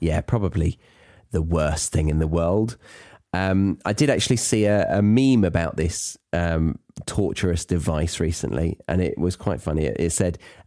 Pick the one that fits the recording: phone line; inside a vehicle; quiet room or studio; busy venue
quiet room or studio